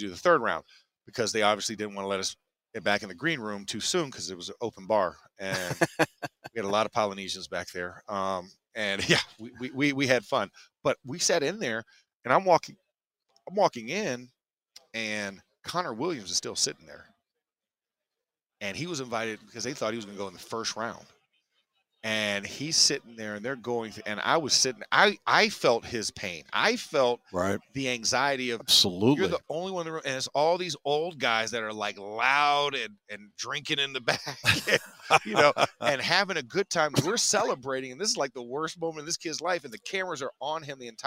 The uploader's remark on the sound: The Drive LIVE from the NFL Combine